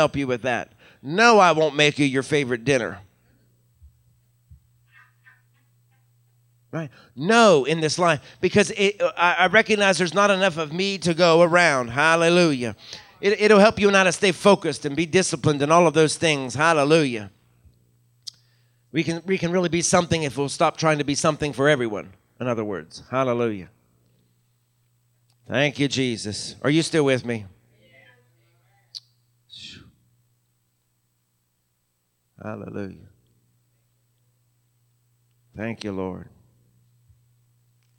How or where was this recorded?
live audience